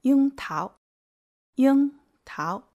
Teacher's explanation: first tone and second tone